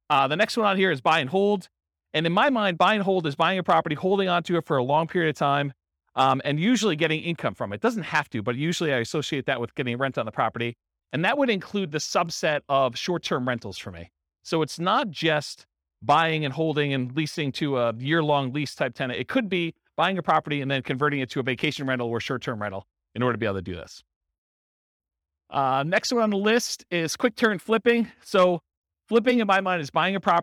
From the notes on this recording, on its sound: This was a live class recorded.